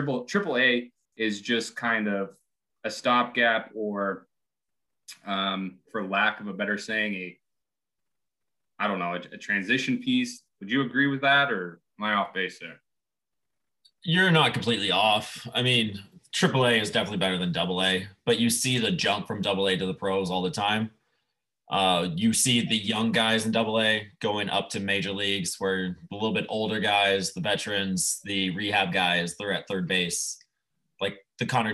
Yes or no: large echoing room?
no